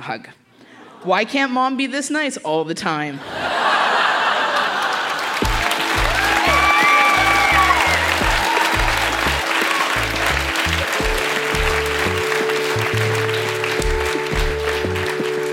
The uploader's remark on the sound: Recorded live at the Park Theatre n Winnipeg, MB.